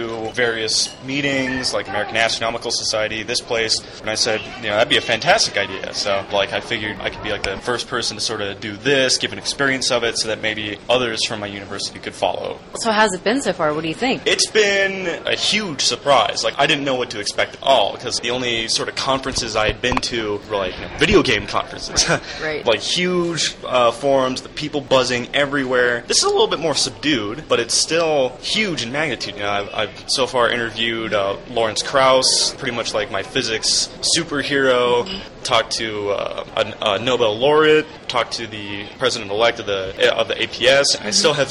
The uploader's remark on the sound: Poke around an APS Meeting in Denver, CO and talk with some students about their experiences at the conference.